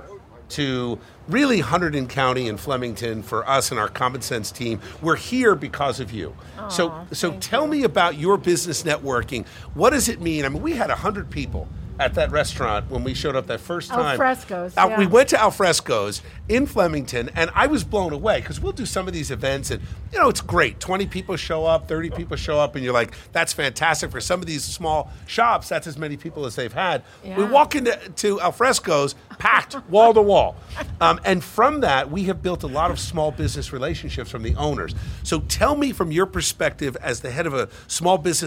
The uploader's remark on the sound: we're LIVE from Main Street in Flemington.